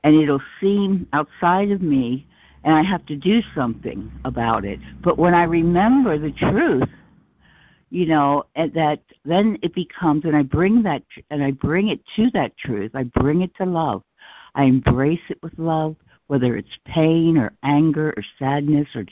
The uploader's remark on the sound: ACIM Daily Conference Call.